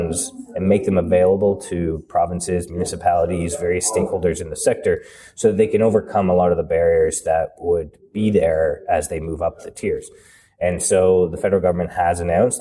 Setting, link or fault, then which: setting, busy venue